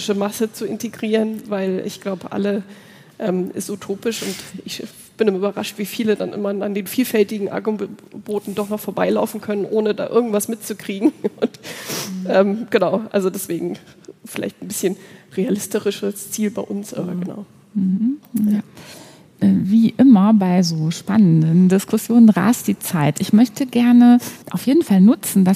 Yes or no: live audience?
yes